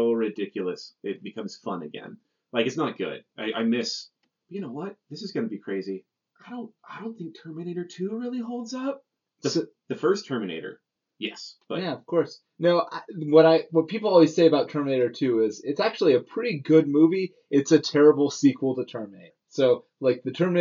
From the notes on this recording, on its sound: Apologies for the poor sound quality. Due to a technical error, this episode sounds like it's being recorded through a bathroom door.